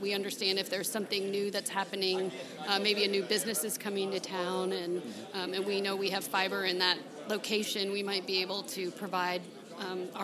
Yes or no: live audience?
yes